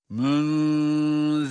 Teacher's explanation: İşte burada ihfa var. Münziru zel peltek ve ince ra ise kalın.